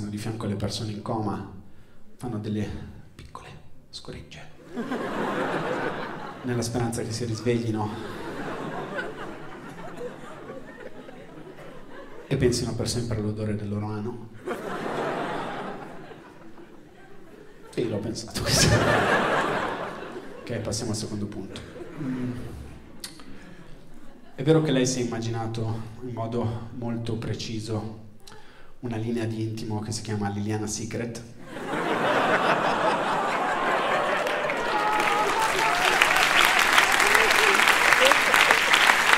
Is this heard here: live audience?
yes